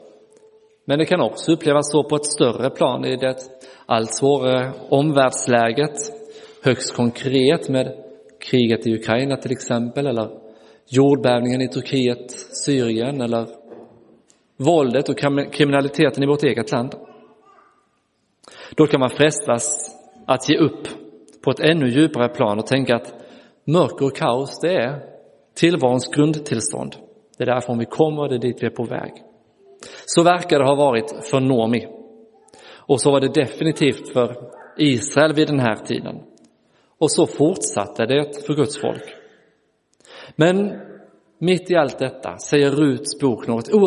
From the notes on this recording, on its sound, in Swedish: Inspelad i Roseniuskyrkan den 12 februari 2023.